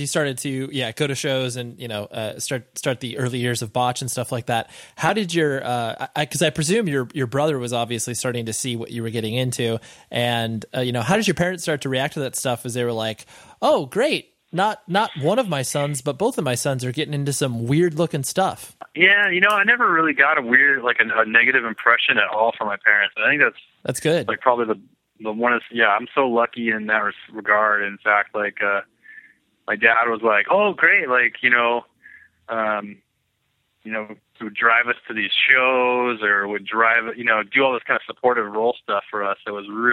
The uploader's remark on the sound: over the phone